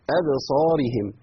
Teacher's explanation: وطبعا أبصارهم الباء مقلقلة